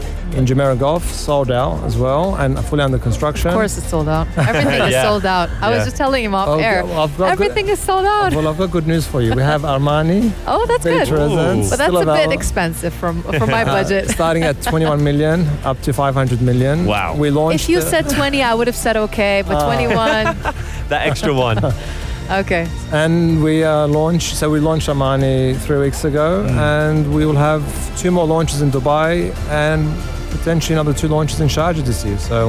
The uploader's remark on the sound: Live from SEF 2024